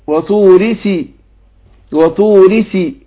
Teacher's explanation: أنا أبين الكسر في الراء لكن ما بلش طبعا عشان ما تبقاش ياء